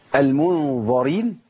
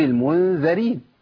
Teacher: الغنة عندي هنا مفخمة طبعا للظاء، مو ظا. هناك الغنة مرققة عشان الذال، الغنة تتبع ما بعدها